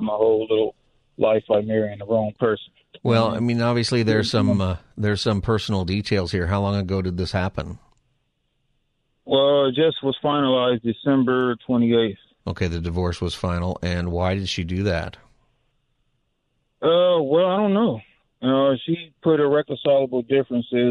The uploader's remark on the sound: Open Phone Friday. Takes calls from listeners on any topic they can think of.